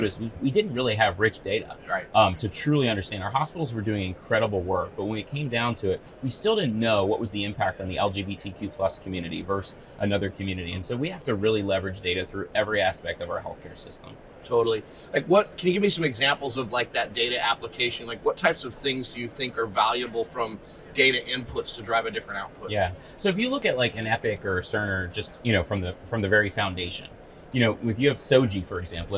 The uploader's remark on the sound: at the HIMSS conference